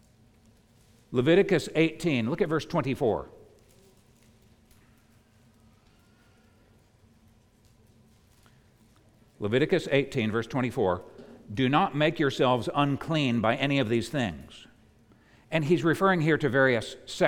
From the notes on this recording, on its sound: preached at the United Christian Church of Dubai